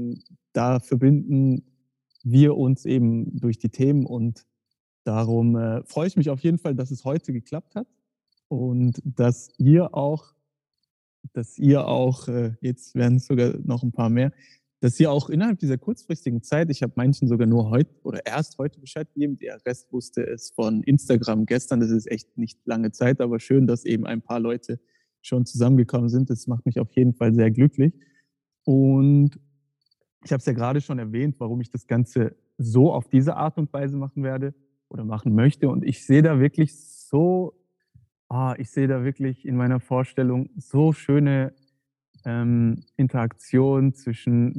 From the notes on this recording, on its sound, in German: Gemeinsamer Austausch auf zoom. Die Zuhörer sind live dabei und haben die Möglichkeit direkte Fragen zu stellen oder Meinungen zurückzumelden.